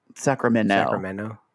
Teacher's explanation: you're not allowed to say the T in Sacramento